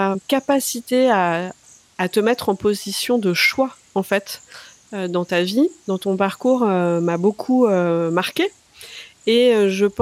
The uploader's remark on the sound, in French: laissez-vous porter par la symphonie de la faune et la flore environnante, en toile de fond de cet échange